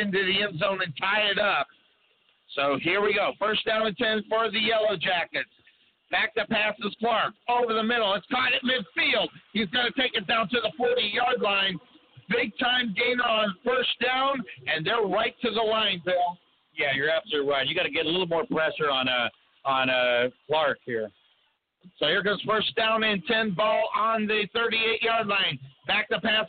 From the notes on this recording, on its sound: LIVE FROM COTTON BOWL STADIUM!